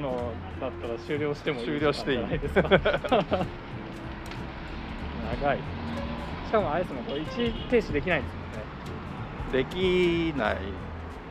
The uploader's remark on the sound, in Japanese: 今回の収録は江戸川橋駅から東京カテドラルあたりまで。諸行無常トーク第3弾にしてまさかのロケですが、歩きながらのスマホレコーディングでも意外と声をちゃんと拾えていたので公開します。